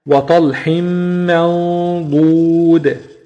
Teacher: وطلح منضود فعلا ادغام بغنه تمام. تنوين جاء بعدها حرف الميم، والميم من حروف الادغام. حكم التنوين ادغام بغنه مقدارها حركتين